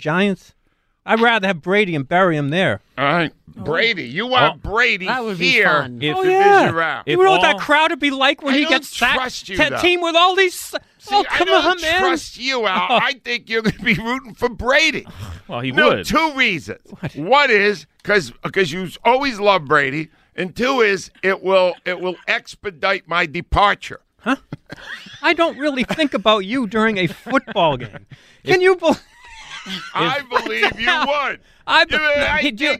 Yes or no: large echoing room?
no